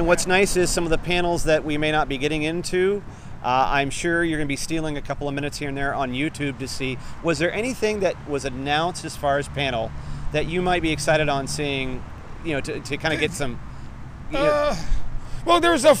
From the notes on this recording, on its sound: Some early audio from Anaheim as Star Wars Celebration is set to begin.